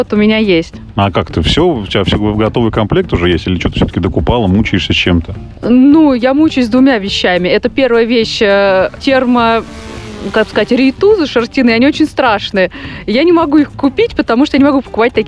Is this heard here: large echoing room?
no